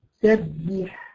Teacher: لما تيجي تقفي مثلا على كلمة وآخرها حرف الحاء مثلا زي كلمة سبح سبح، لو ما انتبهتيش لحرف الحاء وهمسها وهي خارجة كده هتلاقيها خرجت سبه